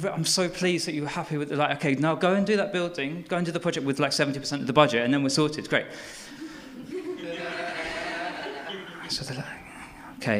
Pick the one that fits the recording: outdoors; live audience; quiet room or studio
live audience